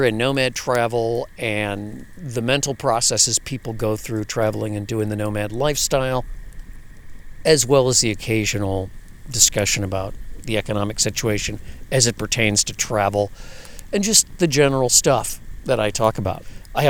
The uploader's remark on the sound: Live From The Lake Shore. From the shore of one of those famous fishing lakes in Western Wisconsin comes the sounds of early spring up here. That is to say the bugs really haven’t gotten started yet.